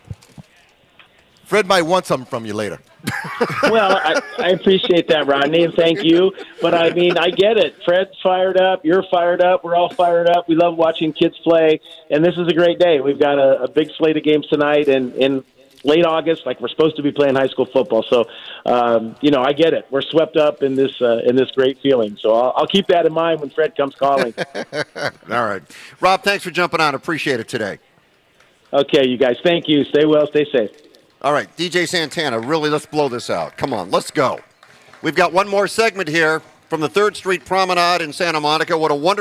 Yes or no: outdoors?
yes